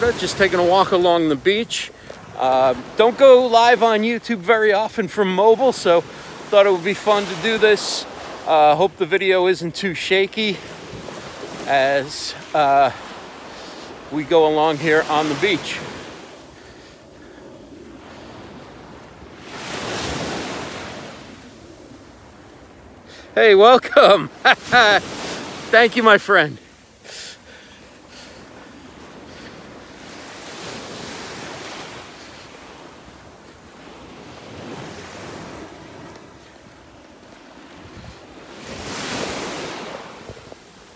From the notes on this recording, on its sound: Walking along the beach in Bonita Springs, Florida. Bonita Springs is located between Fort Myers and Naples on the Gulf Coast in Southwestern Florida. Mobile video shot and voiced live. Using an iPhone XS on an 11 inch tripod.